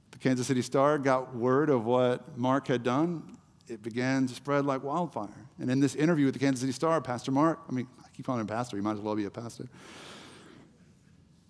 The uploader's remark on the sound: The Story Houston Service